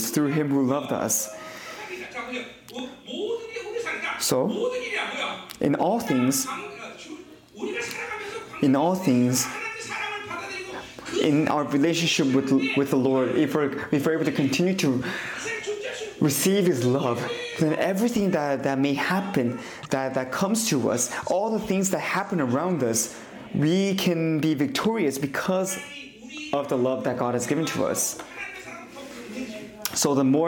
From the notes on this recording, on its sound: 2023 New Years Conference. Conference sermon.